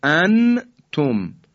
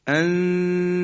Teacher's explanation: در حقیقت ما جوری تلفظ میکنیم که نون رو مخفی میکنیم، اما در ابتدای مخرج تی دو نقطه هستیم. · Shown in: second take · اما تی دو نقطه رو هم در اون حالتی که دو حرکت قنه رو انجام میدیم تلفظ نمیکنیم، در ابتدای مخرج تی دو نقطه میمونیم بعد تلفظش میکنیم به این شکل. · Term: اخفا